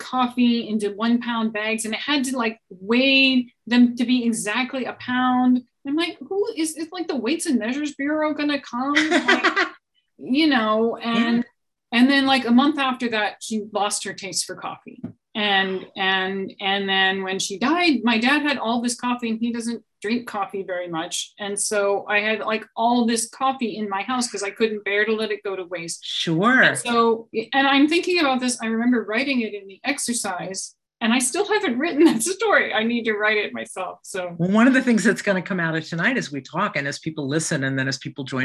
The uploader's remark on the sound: Here is the audio from my online conversation with author. The Zoom recording of my conversation. Thanks to everyone who tuned in live.